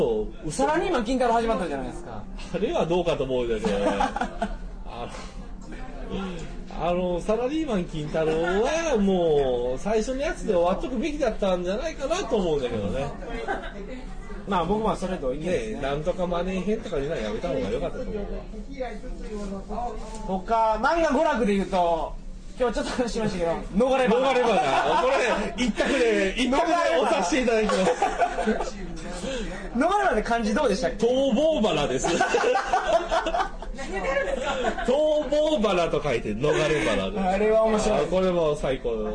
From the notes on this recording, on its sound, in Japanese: やかましい居酒屋で録りました。声張ってます。